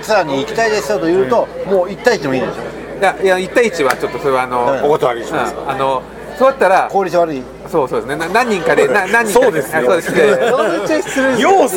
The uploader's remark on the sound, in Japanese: 野毛ツアー現地収録